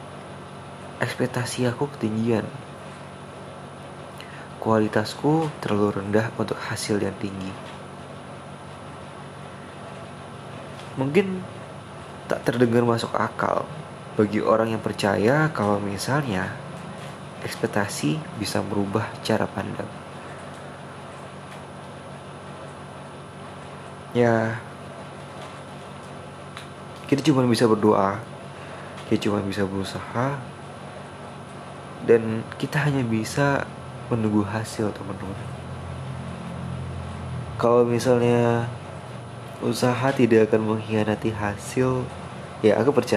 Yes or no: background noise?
yes